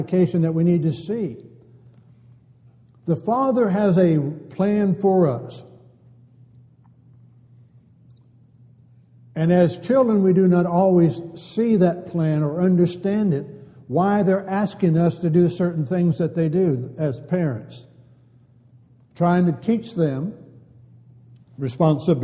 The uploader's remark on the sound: Downtown Church Of Christ Audio Sermon